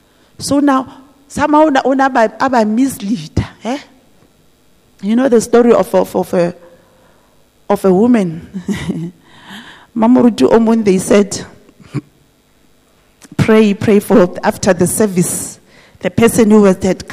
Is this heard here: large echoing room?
yes